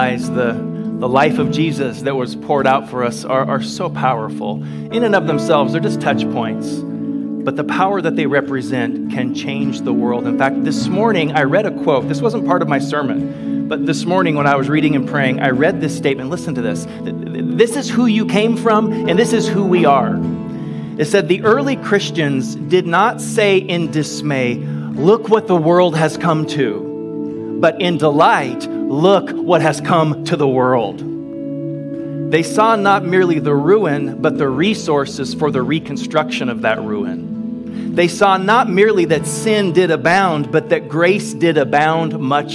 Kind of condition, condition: setting, large echoing room